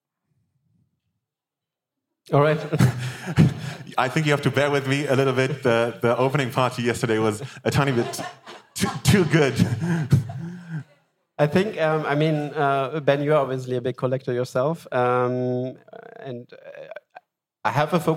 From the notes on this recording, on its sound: The "Decoding Digital Collectability" panel at Gateway Miami.